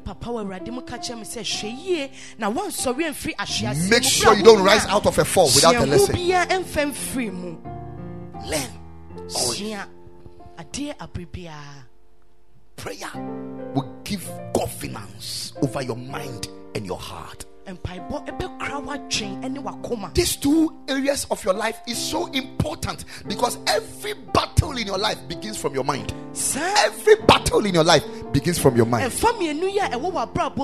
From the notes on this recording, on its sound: Preached at the Ekklesia Chapel